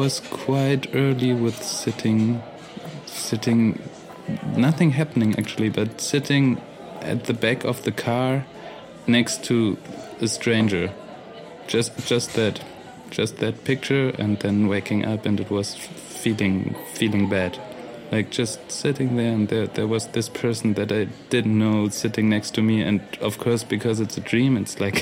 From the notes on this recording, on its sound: Recorded at Spielart Festival, 2019, Munich (DE)